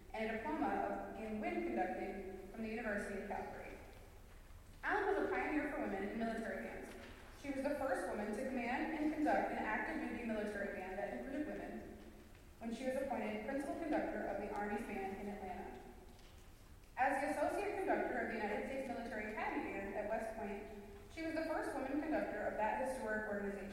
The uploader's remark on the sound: This is a recording of McKendree's Music of Women Composers Concert. The concert is featuring McKendree's band concert and wind ensemble.